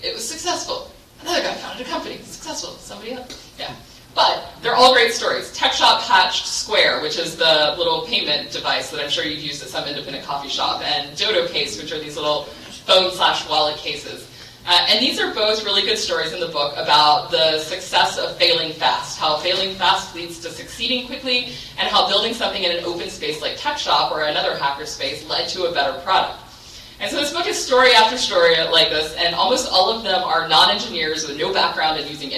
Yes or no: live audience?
yes